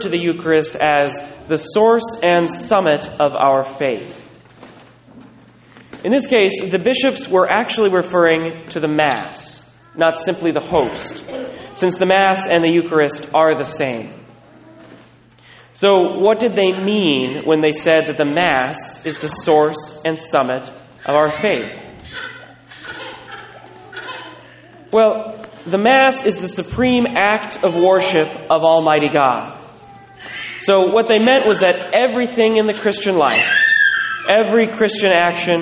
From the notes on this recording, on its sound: Recorded at Sacred Heart, La Conner